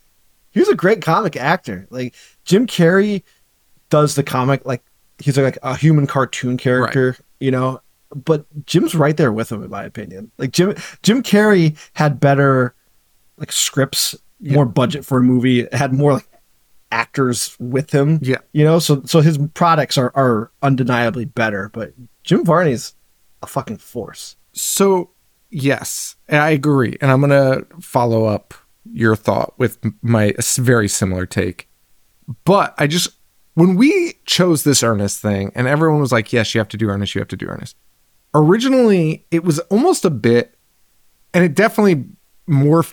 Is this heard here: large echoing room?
no